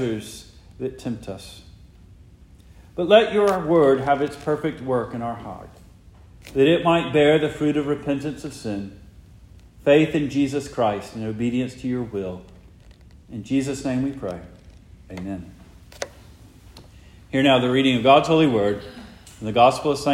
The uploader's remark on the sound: Preached the morning of August 6, 2023, for the Heidelberg Presbyterian Church in Heidelberg, Mississippi.